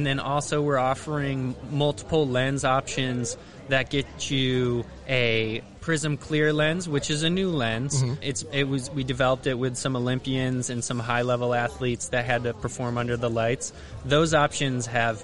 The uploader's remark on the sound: Recorded live at the Country Ski Expo.